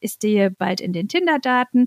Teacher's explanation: Ich habe auch ein Beispiel für euch, wenn jetzt ein Kind zum Beispiel mit 2,5 sagt, ich stehe bald in den Tinder-Daten, dann ist das völlig fein, ne, weil einfach das K zum Beispiel noch nicht erworben ist und durch das T ersetzt wird